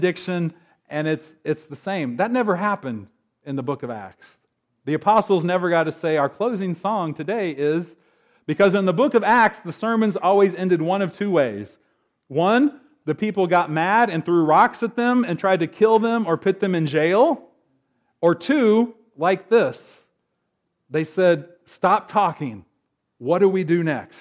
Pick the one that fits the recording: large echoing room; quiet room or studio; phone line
large echoing room